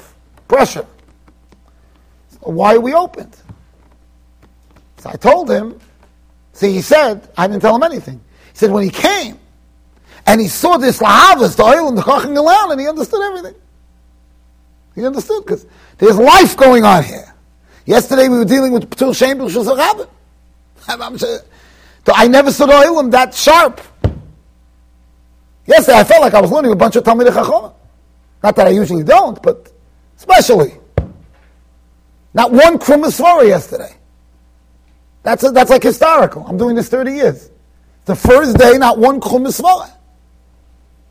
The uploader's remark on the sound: Shiur recorded in Yeshivas Ohr Reuven, Monsey NY